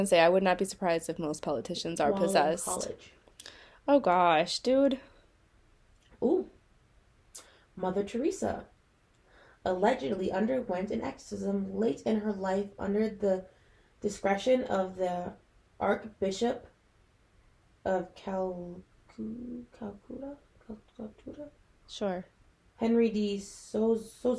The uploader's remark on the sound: we were having some major mic issues with this episode